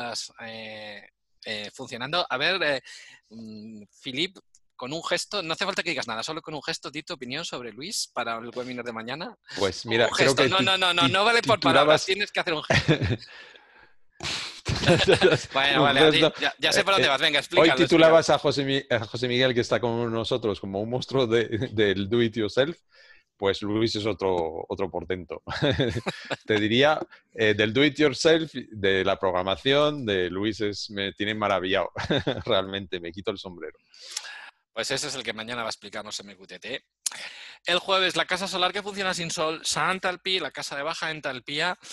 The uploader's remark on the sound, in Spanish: Audio del Webinar que grabamos el martes 21 de abril de 2020. Audio del Webinar que grabamos el martes 21 de abril de 2020.